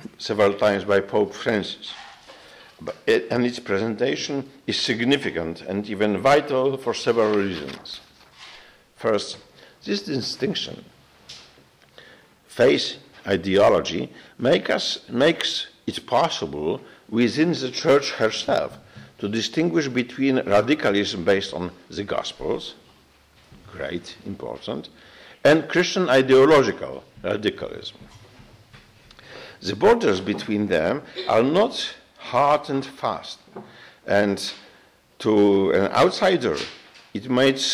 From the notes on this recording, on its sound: gave a talk to Christendom students and faculty